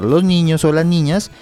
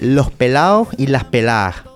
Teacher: las S's que se aspiran o se pierden al final de sílaba o palabra · Shown in: second take